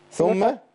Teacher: ثم هنغن حركتين على الميم